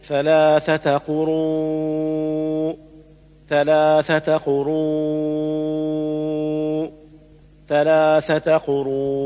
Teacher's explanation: المد المتصل العارض هو المد الواجب المتصل في آخر الكلمة الموقوف عليه بالسكون، وسمي متصلا لوجود الهمزة بعد حرف المد في كلمة واحدة، وسمي عارضا لسكون الهمزة لدى الوقف، ويوقف عليه بالتوسط أو فويق التوسط أو الطول، أي 4 أو 5 أو 6 حركات، ولا يجوز قصره 2 حركات لقوة الهمزة بعده.